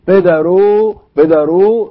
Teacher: تحولت الواو إلى ما يشبه الضمة على الحرف السابق عليها